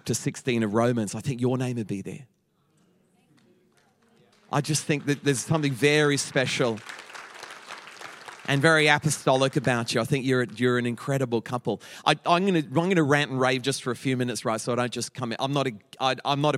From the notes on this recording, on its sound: Echo Church Melbourne